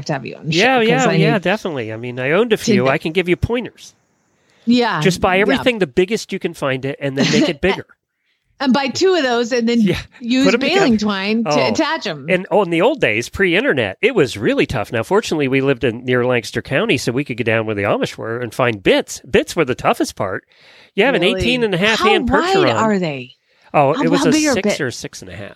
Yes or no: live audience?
no